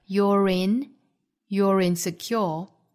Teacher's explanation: You 和 are 缩约成一个音节 you 和后面的 insecure 打手呢是元音哈，连读的时候会带出一个小的 r